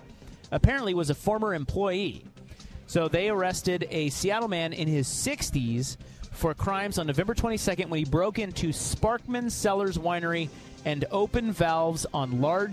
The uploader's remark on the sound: Live from The Oregon International Auto Show!